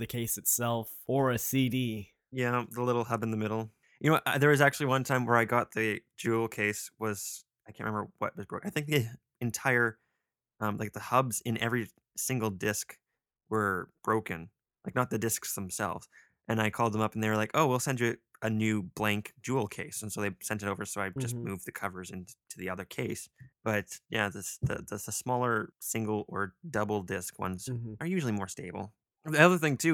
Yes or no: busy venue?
no